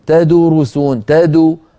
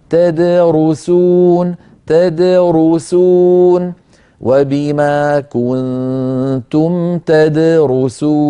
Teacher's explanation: فالدال تد ساكنة مقلقلة والرو مضمومة، إذا ضم الشفتين للراء وليس للدال قبلها · Shown in: second take · فلا يسرعن قارئ فيقول تدرسون تدو ويضم شفتيه عند الدال، هذا يؤدي إلى اختلال الصوت وانتقال الحركة من حرف إلى حرف قبله، فعلينا أن ننتبه وننطق هكذا تدرسون تدرسون وبما كنتم تدرسون، فنعطي كل حرف حقه من الحركة والسكون.